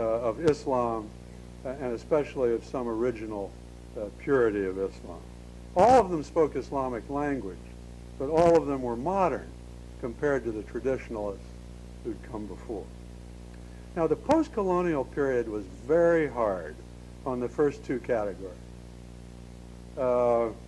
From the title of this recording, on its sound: 2002 Lecture at Stanford